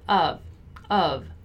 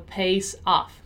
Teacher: When I say of, as you already know, we have more of a V sound, of. While off with double F has a strong F sound.